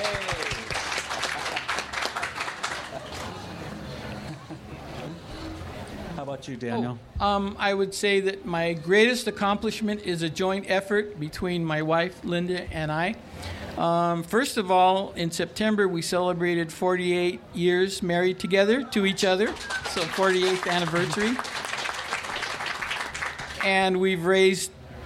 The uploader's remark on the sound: 30 Minutes features a session from the 2019 Festival of Books curated by Pima County Public Library’s Nuestras Raices program.